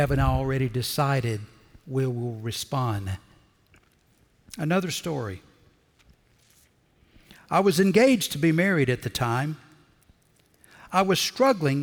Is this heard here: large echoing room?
yes